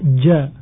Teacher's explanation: Makhrajnya yang pertama atau makhrajnya yang perlu kita ketahui adalah tengah-tengah lidah dengan langit-langit. Jadi bagian tengah lidah dengan langit-langit. · Term: makhrajnya huruf jim